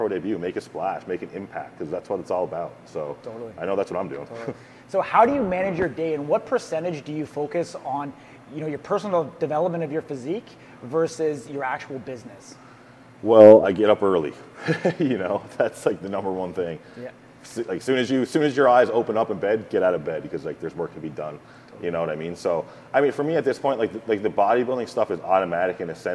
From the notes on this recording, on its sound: This episode was filmed live on location at Truth Gym Gallery in Victoria, BC Canada. Was on the west coast for a seminar and posing clinic as part of the Vancouver Island Showdown Posing series as sanctioned by the Canadian Physique Alliance.